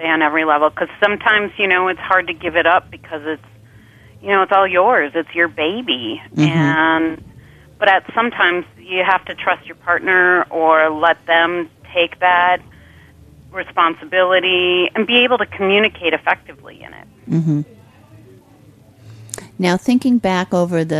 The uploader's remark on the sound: Calls in from North Carolina. Joins via the phone from Las Vegas.